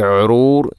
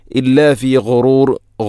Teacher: ഗൈന്, ഗൈ തൊണ്ടയുടെ ഏറ്റവും മുകൾ ഭാഗം · Shown in: second take